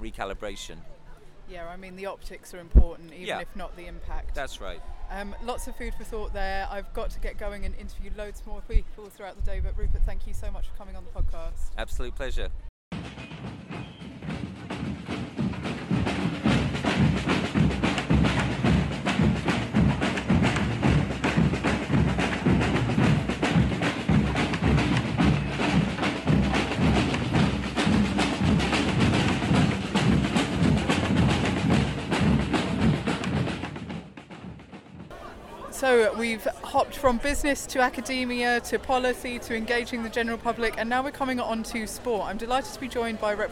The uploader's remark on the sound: Special audio feature live from The Big One climate action in London. Capturing the proceedings on the first day of this protest, called 'The Big One'.